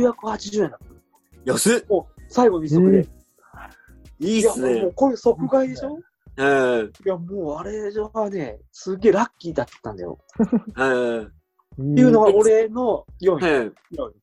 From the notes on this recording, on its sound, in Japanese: 4人で行ったZOOMコラボ収録。